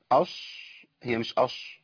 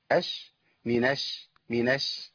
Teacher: يبتدي أخونا وأختنا اللي بيقرأ القرآن يبتدوا يفخموا من عند الشين · Term: تفخيم الحروف